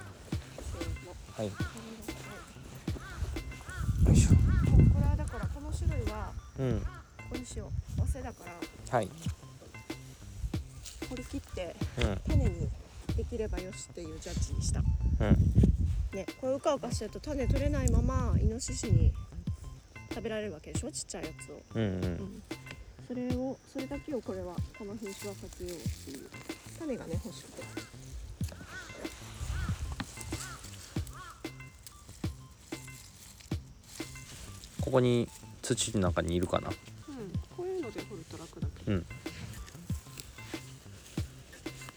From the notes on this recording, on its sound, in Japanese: 今週は、芋掘りがてらの収録。